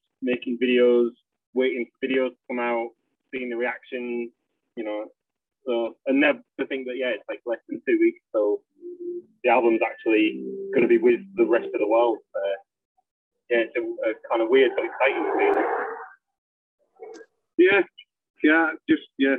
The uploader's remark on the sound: Live At Riff Fest 2021. Note: The sound isn't the best. The band were at Riff Fest 2021, so this interview was done before they took to the stage, in a car via phone.